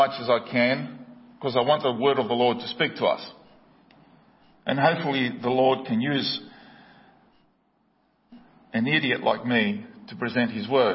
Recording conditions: large echoing room